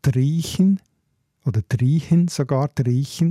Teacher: was auch markant ist, ist das Ch ganz, ganz weich wird